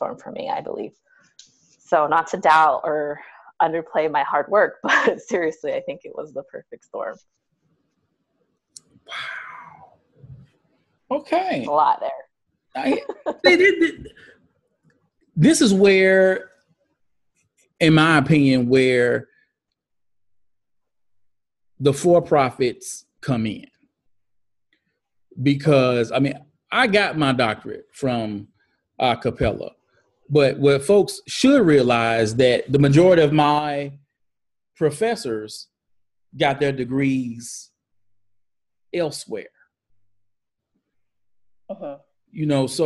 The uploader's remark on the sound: On this episode, I Zoom